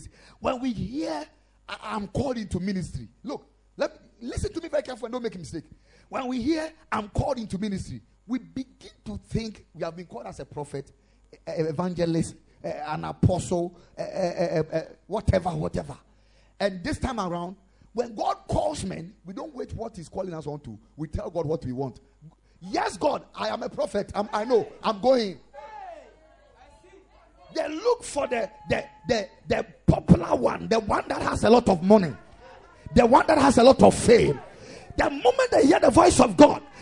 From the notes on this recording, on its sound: Preached at the Ekklesia Chapel